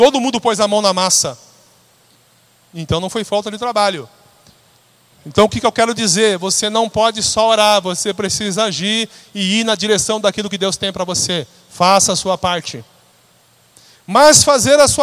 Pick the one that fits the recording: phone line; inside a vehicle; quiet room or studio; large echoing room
large echoing room